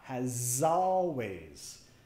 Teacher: vamos a vincular el sonido Z y la A